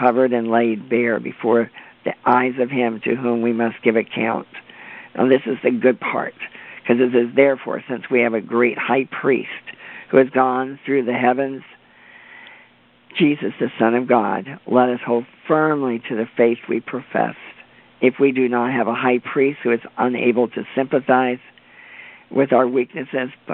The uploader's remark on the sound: CONFERENCE CALL